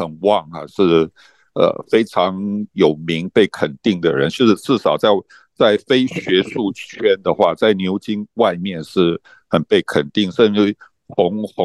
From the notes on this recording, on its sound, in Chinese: Zoom #讀書會